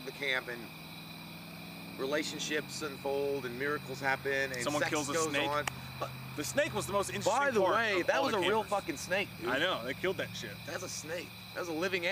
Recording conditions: outdoors